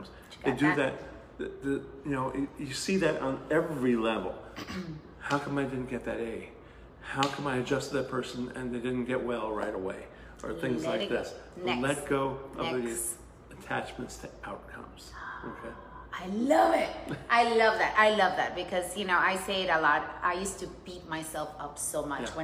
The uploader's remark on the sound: NAKED chat live from Lyceum